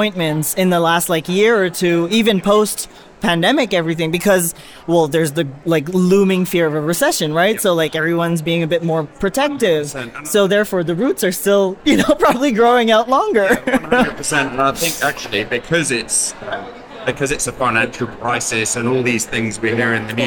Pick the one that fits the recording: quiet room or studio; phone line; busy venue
busy venue